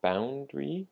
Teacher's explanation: the word boundary has the emphasis on the first syllable